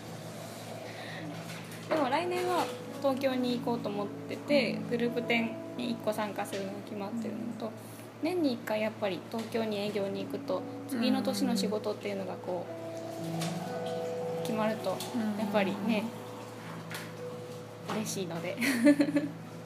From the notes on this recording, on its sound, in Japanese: itohenという大阪にあるギャラリーさんの許可を得て収録をしております。